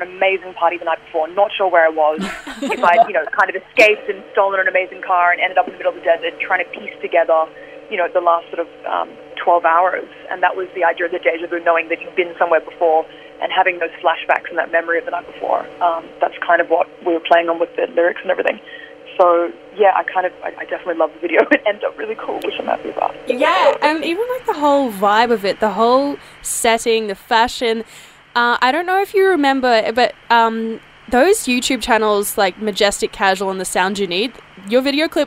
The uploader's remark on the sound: Got on the Housemates phone line.